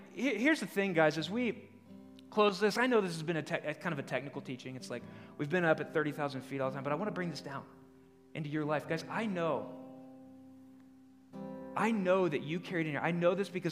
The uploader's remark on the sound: The following episode is a live recorded sermon from the Sunday gathering at The Heights Church Denver on 08/09/22